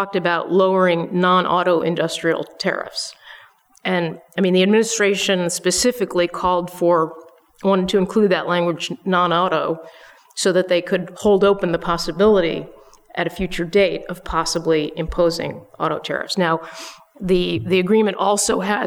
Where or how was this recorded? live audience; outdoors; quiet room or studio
live audience